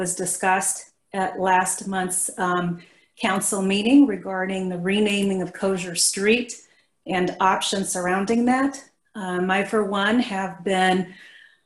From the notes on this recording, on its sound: Was held on Zoom due to the pandemic.